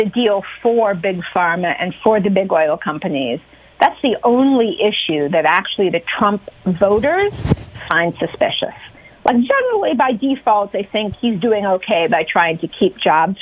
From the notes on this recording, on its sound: answers listener phone calls